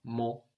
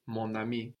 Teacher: We have mon, mon with a silent N, but mon ami.